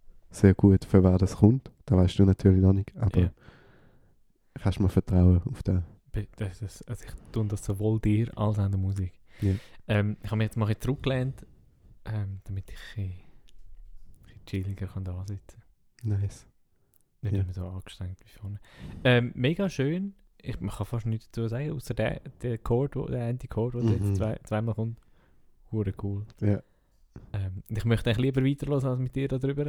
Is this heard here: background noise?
no